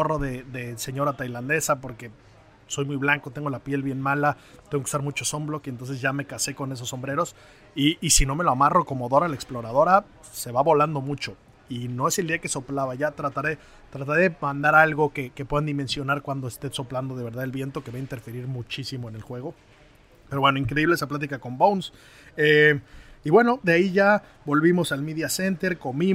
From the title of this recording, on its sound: Live From The OPEN 150